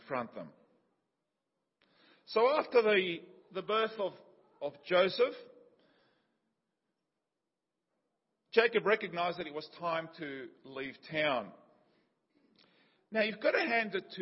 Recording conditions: large echoing room